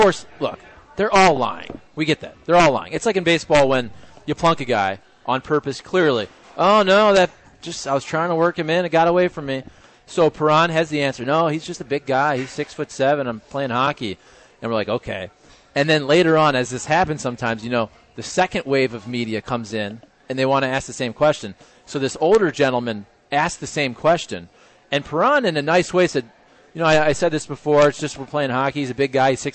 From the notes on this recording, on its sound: broadcasting live from Blondie's off Wash Ave